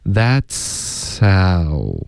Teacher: 这个 H 的音有一点被前面的呲的音盖住了，不太能听出来